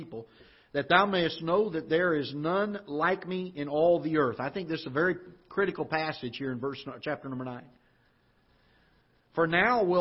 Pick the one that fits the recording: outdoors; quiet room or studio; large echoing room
large echoing room